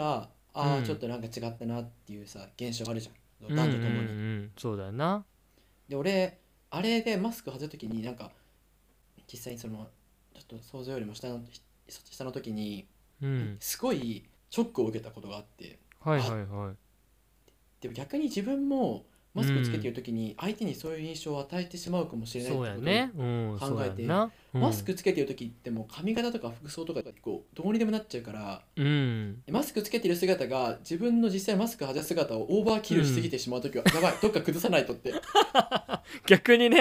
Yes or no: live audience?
no